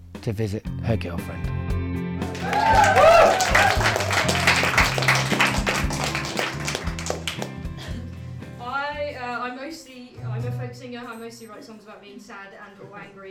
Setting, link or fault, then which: setting, live audience